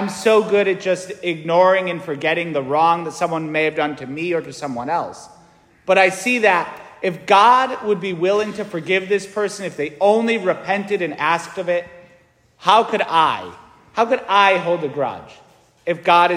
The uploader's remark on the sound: St Francis Catholic parish homily